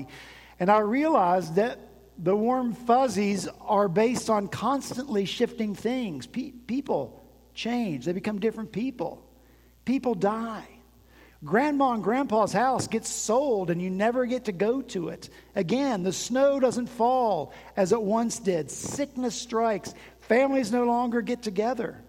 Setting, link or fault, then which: setting, large echoing room